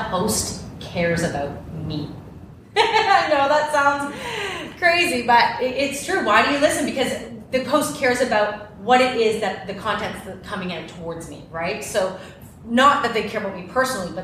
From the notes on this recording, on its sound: AACE Conference Workshop Live Recording. This is the live recording of my workshop at the AACE (Association of Acting Coaches & Educators) conference!